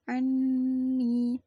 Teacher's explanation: ada gunnahnya karena nunnya bertasydid